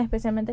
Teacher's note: la aspiración ocurre en las palabras especialmente y más. Ambas tienen la S en la coda